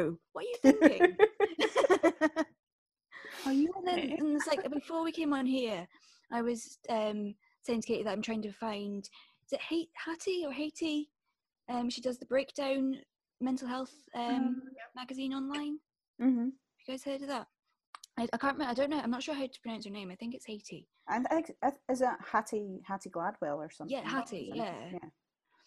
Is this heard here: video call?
yes